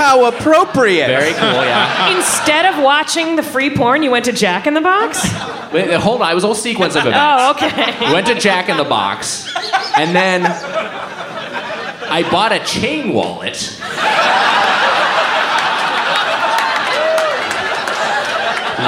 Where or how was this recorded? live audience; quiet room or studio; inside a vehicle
live audience